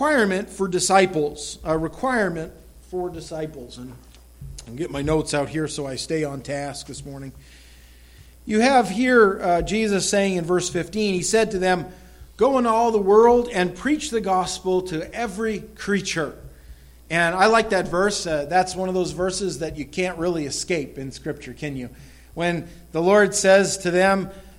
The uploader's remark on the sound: This recorded sermon entitled, Important Final Words, was delivered at the Madawaska Gospel Church on the morning of September 11, 2016.